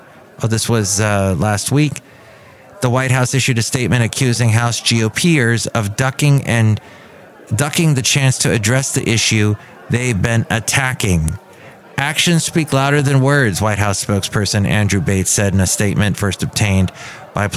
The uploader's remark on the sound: podcasts live from Café Anyway